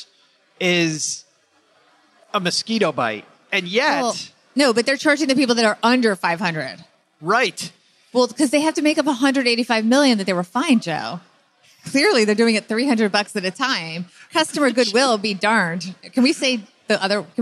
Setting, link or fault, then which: setting, live audience